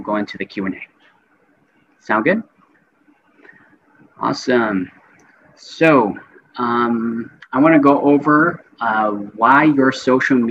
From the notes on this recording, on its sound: Today's episode is a recording of my monthly Master Class + Live Q&A consulting session. At the end of the session, we go into Zoom breakout rooms to network and share our biggest takeaways.